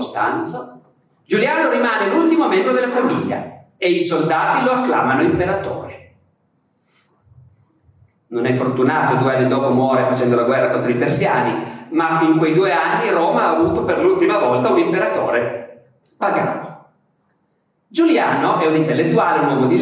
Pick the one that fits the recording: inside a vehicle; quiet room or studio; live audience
live audience